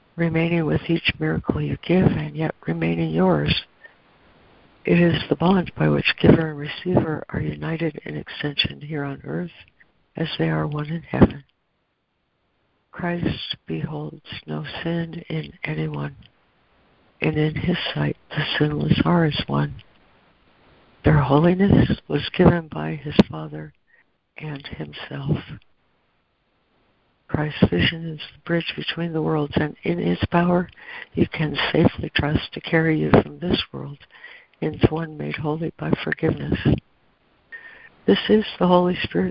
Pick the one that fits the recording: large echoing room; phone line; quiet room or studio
phone line